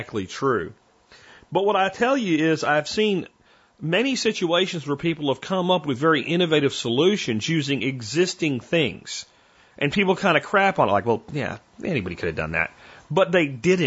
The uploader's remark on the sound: Listener Calls